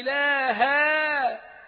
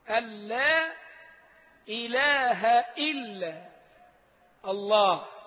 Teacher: إله تنطق منصوبة إله، والنصب فيها حركة واحدة · Shown in: second take